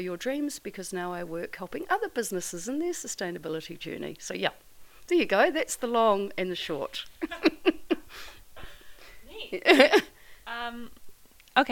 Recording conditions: sounds in the background